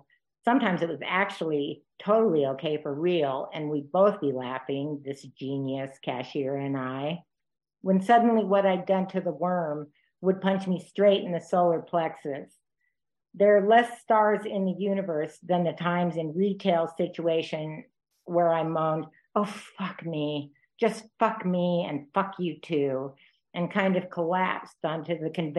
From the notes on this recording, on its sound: This event was originally broadcast via Zoom